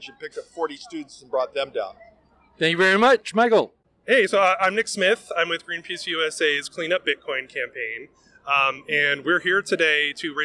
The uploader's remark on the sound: Voices from the Sept. 17 End Fossil Fuels Climate March